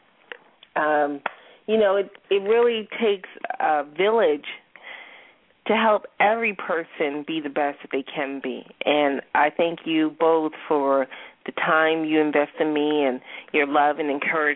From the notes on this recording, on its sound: We also have a special guest star call in.